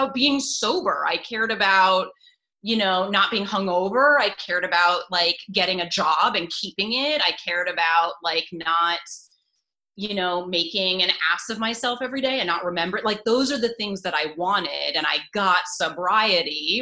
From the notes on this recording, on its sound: During the pandemic, I hosted daily ZOOM meet-ups called the "Daily Community Meetup" - the recordings were posted here on the podcast.